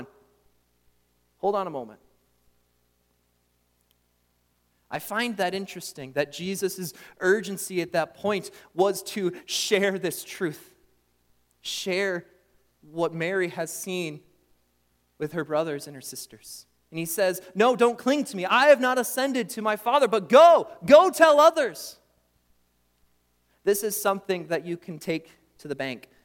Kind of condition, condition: setting, large echoing room